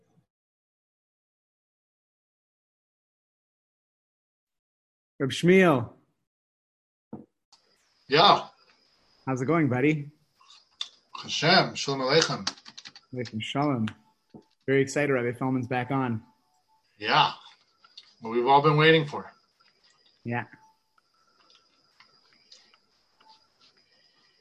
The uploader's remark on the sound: Live on Zoom 7-19-2020